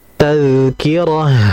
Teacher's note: Dan terakhir, di situ ayat 11 ada tamarbutah. Dikarenakan kita waqaf atau berhenti, maka menjadi ha. Maka sifatnya mengikuti huruf ha dialirkan.